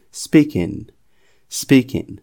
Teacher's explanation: Muitas pessoas têm dificuldade para pronunciar quando eu tenho ing, e a minha dica é foque no N que está no ing. Eu ignoro o G, termino a minha pronúncia no N, ó.